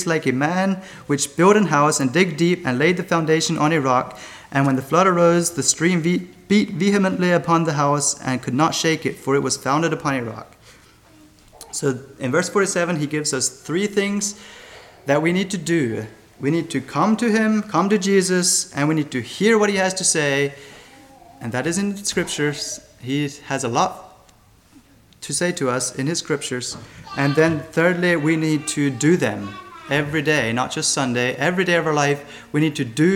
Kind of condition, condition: setting, large echoing room